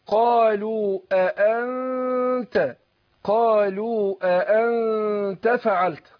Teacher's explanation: الهمزة هنا بتخرج من أقصى الحلق · Term: التحقيق الهمزات